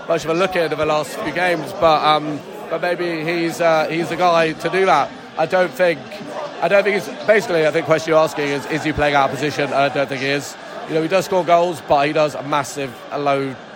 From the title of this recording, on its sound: post-match podcast from the stands